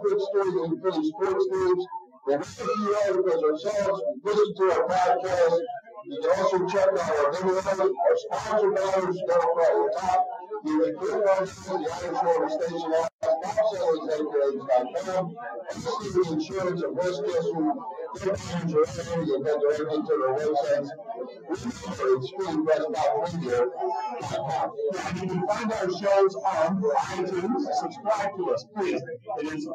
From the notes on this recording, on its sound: POOR AUDIO QUALITY. This is an audio-only replay of our March 3, 2019, show LIVE at the Irish Rover Station House in Langhorne.